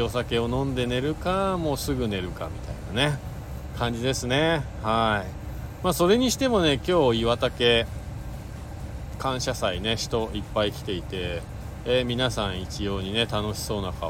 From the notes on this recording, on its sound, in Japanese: 本日、白馬岩岳スキー場で滑り終了後 白馬さのさかスキー場に移動してクールダウンの２本 その後に車の中から。Stand.fm。